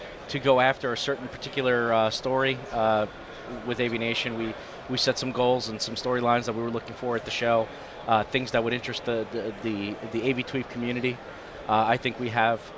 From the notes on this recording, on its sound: Live from ISE 2015. The world’s biggest AV show.